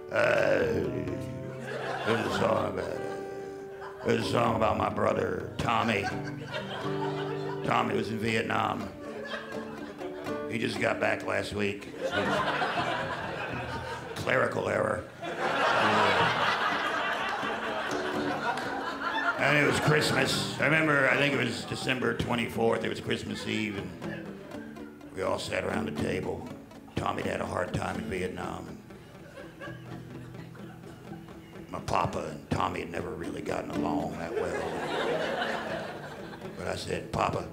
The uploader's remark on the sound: Direct from the 2013 Melbourne International Comedy Festival, ABC2 brings the best and biggest performances from The Festival Club.